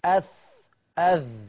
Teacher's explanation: الصوت مختلف لكن المخرج واحد، برضو تجانس